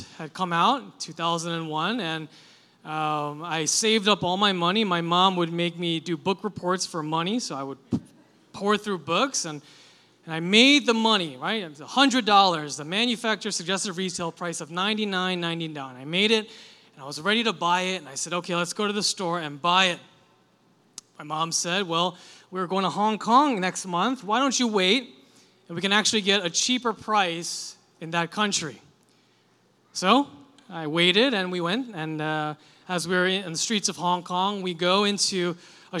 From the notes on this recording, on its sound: Delivered this sermon for our July 30, 2023, Sunday worship service. This service was a "Liberti Kids" Sunday and included a short kid-friendly sermon.